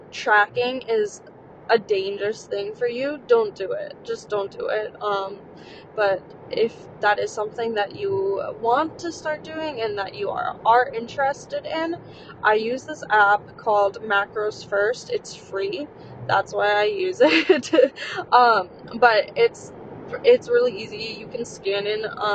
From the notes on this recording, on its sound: while driving to the wedding